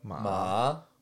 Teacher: So you go down, you go up.